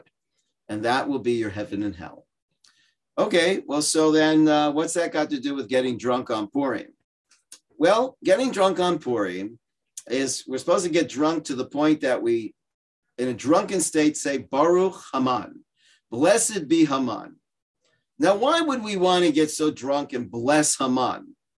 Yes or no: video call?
yes